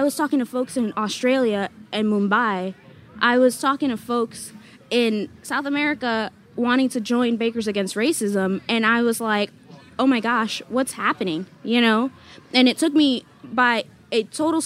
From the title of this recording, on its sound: at Charleston Wine + Food 2022